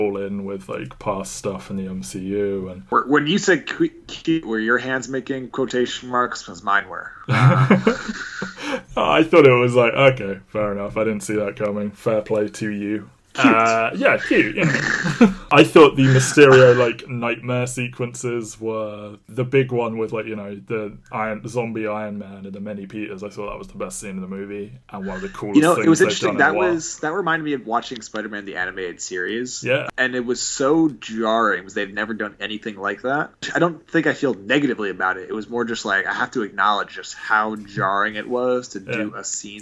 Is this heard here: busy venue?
no